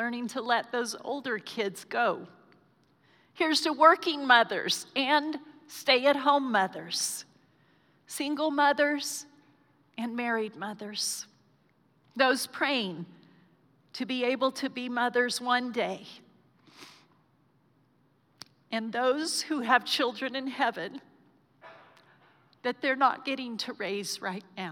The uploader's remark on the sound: Recorded live during our Sunday morning service